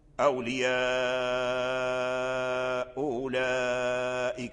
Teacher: الهمزة الأولى محققة أولياء، والهمزة الثانية مسهلة، أي همزة أولئك، أولياء أولئك، هذا في حال الوصل. · Term: التسهيل